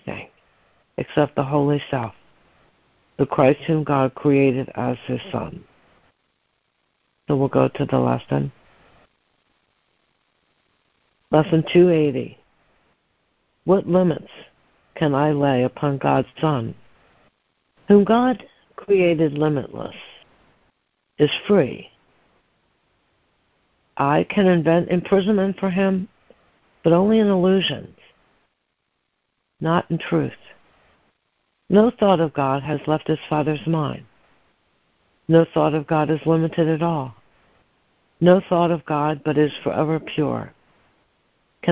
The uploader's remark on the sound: ACIM Daily Conference Call.